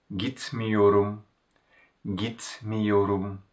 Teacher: E in the negation suffix turns to I.